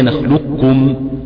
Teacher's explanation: ومعنى كمال الإدغام إدخال القاف في الكاف إدخالا كاملا بحيث لا يظهر شيء لا من صفتها كالاستعلاء أو القلقلة · Term: الإدغام الكامل